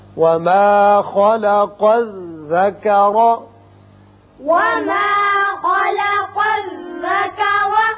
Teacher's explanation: خا پر ہوگا، قاف کو بھی پر پڑھتے ہیں، یہاں را کے اوپر زبر ہے، اس کو بھی پر پڑھیں گے